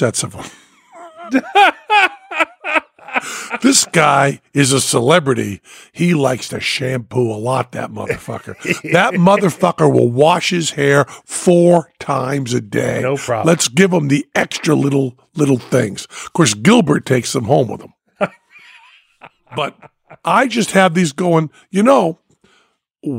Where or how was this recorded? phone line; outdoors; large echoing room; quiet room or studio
quiet room or studio